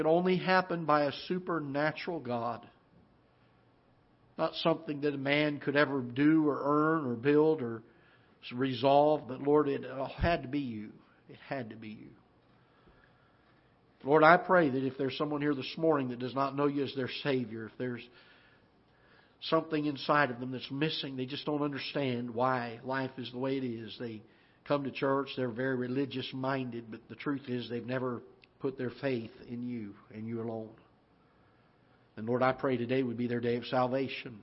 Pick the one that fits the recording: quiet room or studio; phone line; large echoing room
large echoing room